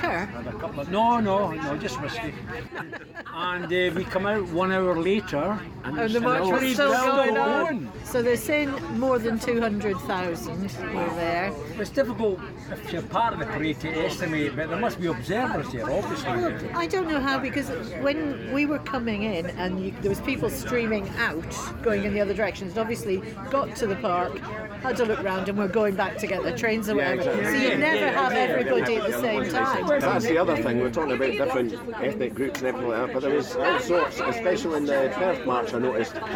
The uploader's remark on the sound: The All Under One Banner Edinburgh march for Scottish Independence. Hear what a train carriage full of tired, happy Yessers sounds like!